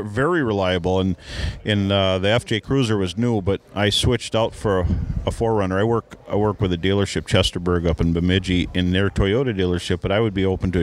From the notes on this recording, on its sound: On location at Gander Outdoors. During the "First Ice' event.